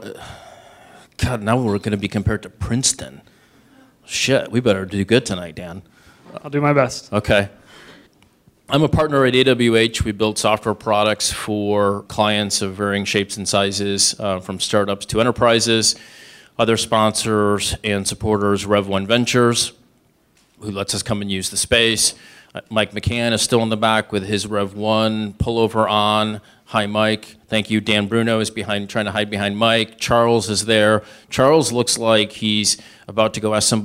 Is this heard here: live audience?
yes